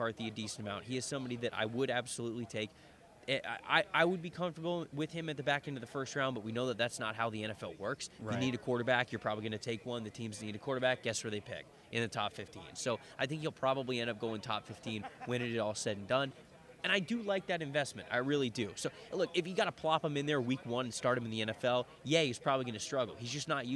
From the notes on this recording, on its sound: live from the NFL Combine in Indianapolis